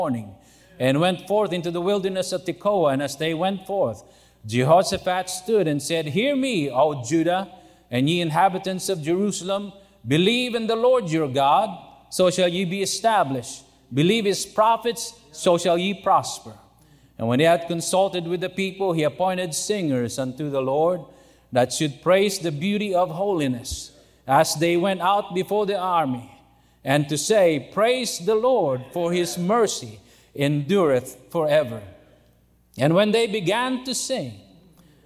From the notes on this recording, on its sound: during the Wednesday Evening service on August 2, 2023, at North Valley Baptist Church in Santa Clara, California